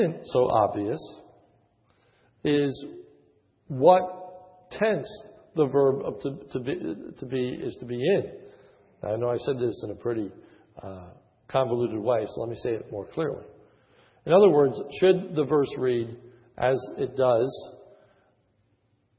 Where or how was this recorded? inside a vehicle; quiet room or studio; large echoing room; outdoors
large echoing room